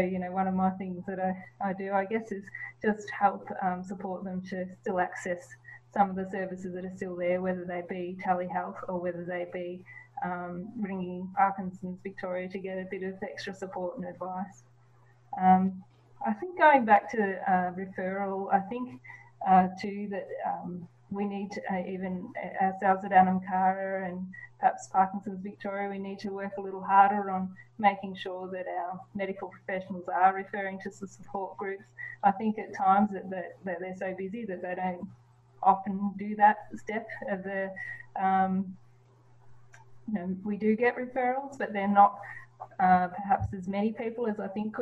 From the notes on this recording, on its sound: We are chatting again via zoom